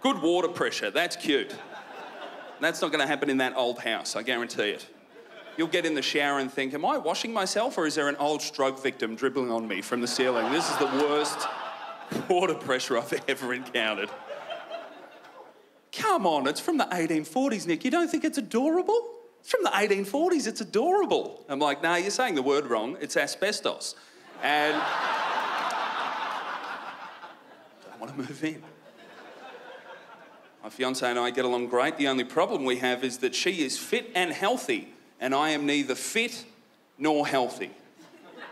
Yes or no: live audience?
yes